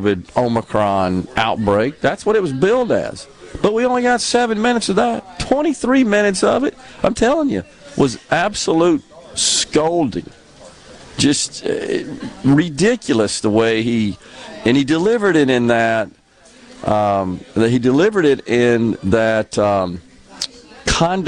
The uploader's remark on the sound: coming to you LIVE from Carter Jewelers on High Street in Jackson as folks make their last minute gift purchases